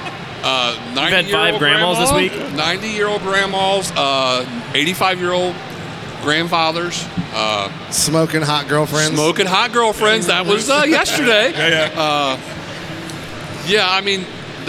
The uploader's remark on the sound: we record live from PROOF Festival at Cincinnati's Duke Energy Center during the first ever high proof spirit and cocktail festival to hit Southern Ohio.